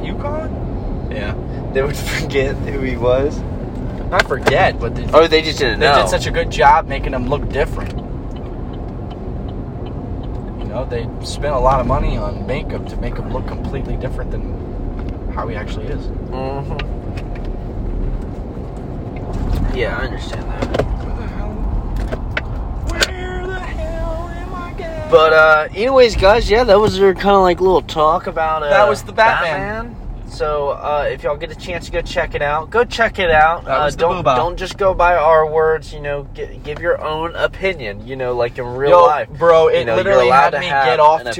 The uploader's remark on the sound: On the Road. We driving AGAIN!